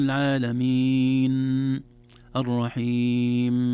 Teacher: الأخطاء الواردة غالبا أن نضغط على حرف النون زمن طويل